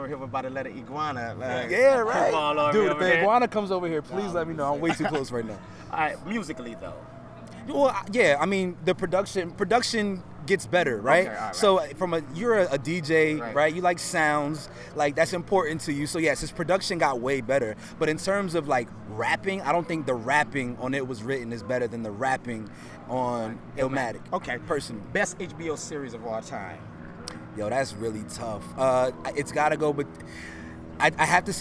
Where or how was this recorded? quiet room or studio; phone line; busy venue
busy venue